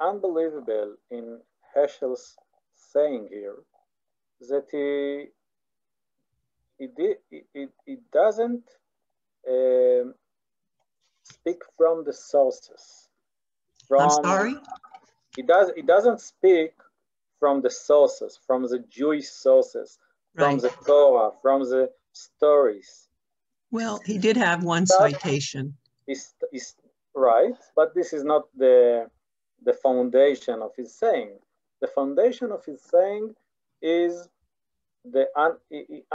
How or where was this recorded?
video call